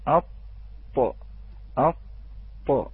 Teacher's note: نعم الحقيقة أخوتي الأحبة عندما ننطق هذه الحروف الثلاثة ونحن نستخدم الجزء الذي فويق رأس اللسان الذي سميناه الآن بطرف اللسان، ما هو فويق الثنايا وهو ما فويق رأس اللسان الذي سميناه أيضا ظهر طرف اللسان، نلاحظ أن رأس اللسان يكون نازلا إلى تحت، نعم يكون خلف الثنايا